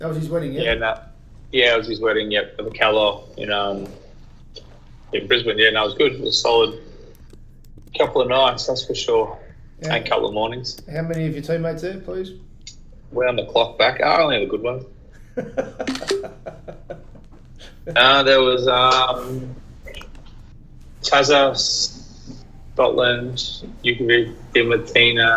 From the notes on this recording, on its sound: We bought you this half from Kooyong our normal home and half from Skype. We are aware the sound quality isn't its best, but its our best, in the given circumstances.